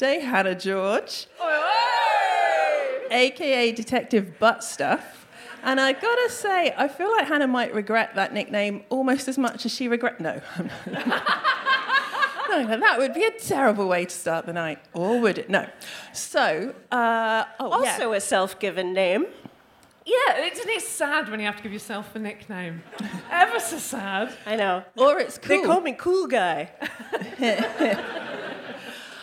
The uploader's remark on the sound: The gang are back at their London residency at 21Soho. We hear from a member of the audience.